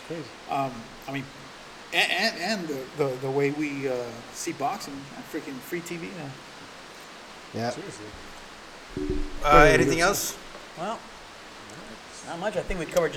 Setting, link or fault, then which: fault, background noise